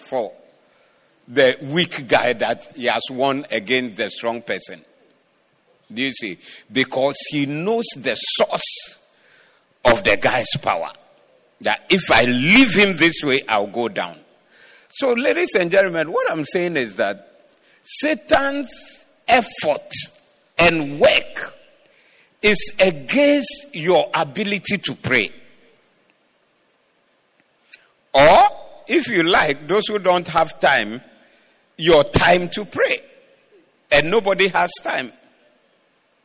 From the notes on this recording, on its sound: Preached at the Doxa Service.